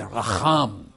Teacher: You roll the R a little bit, and then you have to guttural sound the CH.